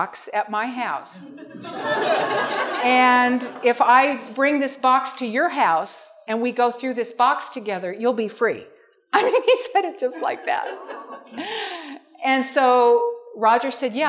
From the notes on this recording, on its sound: Welcome to the 2021 Michigan Conference Campmeeting.